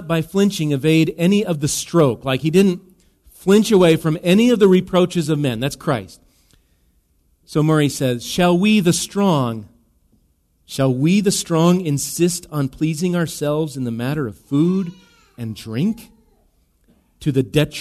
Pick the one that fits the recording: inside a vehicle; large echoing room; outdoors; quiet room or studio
large echoing room